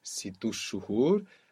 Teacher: So actually here in this sentence we see the interaction of two sound concepts that we learned. We see the helping vowel, sit shuhur, becoming situ shuhur. And we also see the helping vowel taking the stress, causing that small e or u to fall away, and we end up with situ shuhur.